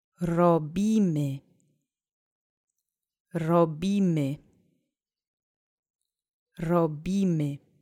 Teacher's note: Accent is on the middle syllable. Try to bounce on that R if you can.